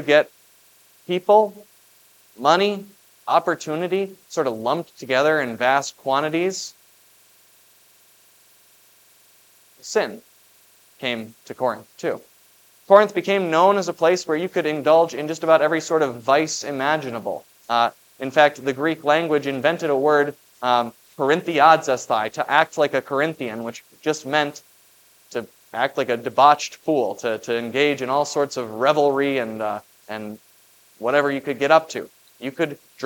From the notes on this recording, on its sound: preached at Grace of God Lutheran on June 18, 2023.